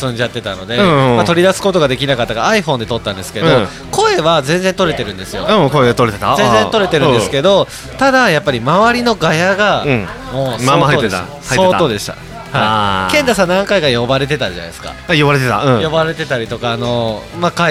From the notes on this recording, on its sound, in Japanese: 東海市富木島町、聖地「とんちんかん」で収録！お酒を呑みながらおじさんが喋るラジオ。